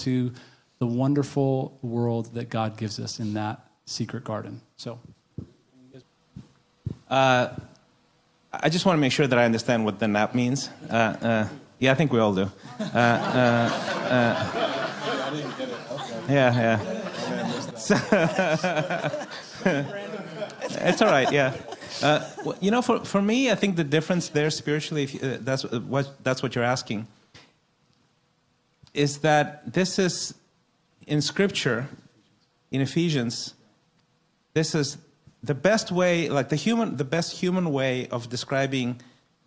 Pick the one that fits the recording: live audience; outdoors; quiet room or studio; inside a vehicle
live audience